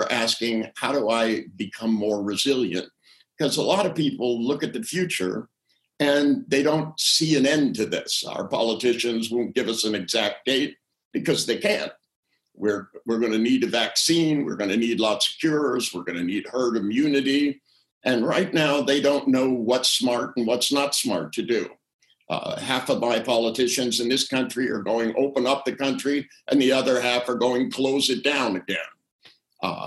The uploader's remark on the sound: We listen back to the audio from our incredible live event. Please note this episode was recorded via Zoom due to COVID19, so we apologise for any sound issues.